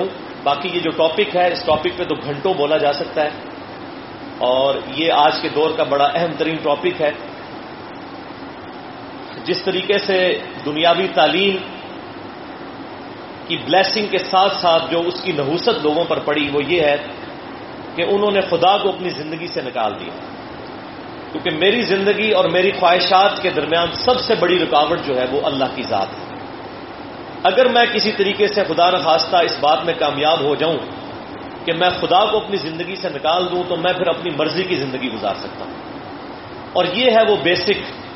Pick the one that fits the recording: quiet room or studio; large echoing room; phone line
large echoing room